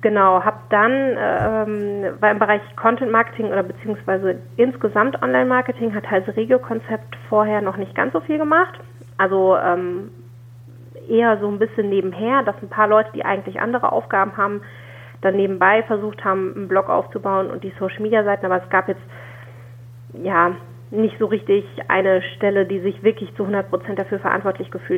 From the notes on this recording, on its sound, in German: Telefoninterview